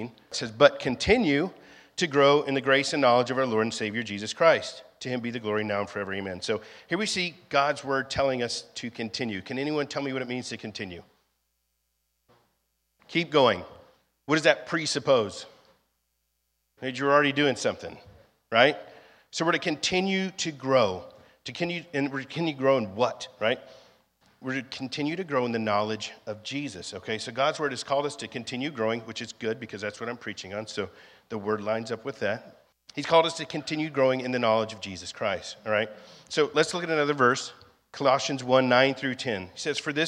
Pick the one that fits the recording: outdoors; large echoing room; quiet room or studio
large echoing room